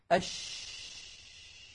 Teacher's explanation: هذا الذي يفسر لنا لماذا قلقلت العرب قطب جد ولم تقلقل مثلا الشين، لم تقل العرب أش، لأنه لو كانت ساكنة أش الصوت ماشي والهواء منطلق، ما في حاجز منغلق